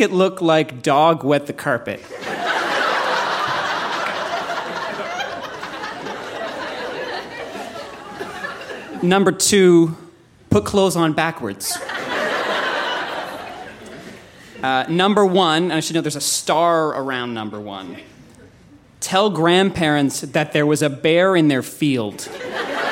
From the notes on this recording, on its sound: Recorded live at The Gladstone Theatre in Ottawa.